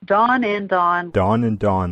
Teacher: It's called the low back merger because we consider those low back vowels, the ah and the ah. · In many areas of the United States, the man's name Don, D-O-N, and the woman's name Dawn, D-A-W-N, sound the same.